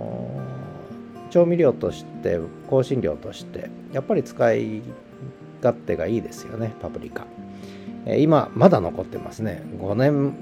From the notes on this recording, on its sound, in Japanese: 北海道犬の冬一郎くんのお散歩の音声を収録しており